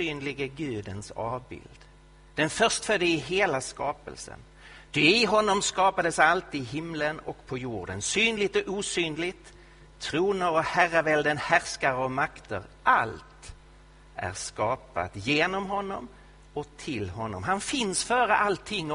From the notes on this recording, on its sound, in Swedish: Inspelad i Betlehemskyrkan i Stockholm.